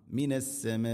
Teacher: മദ് മുത്തസിൽ നിർബന്ധമായിട്ടും ഇവിടെ നാലോ അഞ്ചോ ഹർക്കത്തിൻ്റെ ഖദറിൽ നീട്ടണം